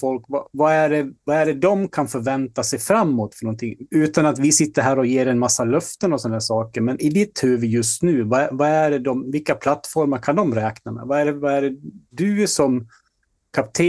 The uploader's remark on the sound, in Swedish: Ljudupptagningen är inte optimal då det är inspelat från en live session via zoom och med "vanliga" hörlurar.